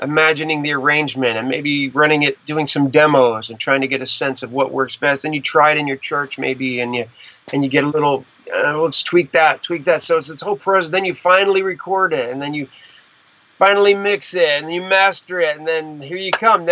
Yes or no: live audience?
no